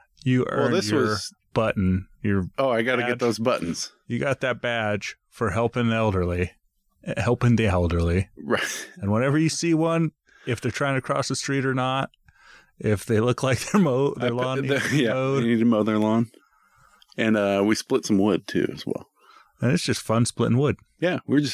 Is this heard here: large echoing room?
no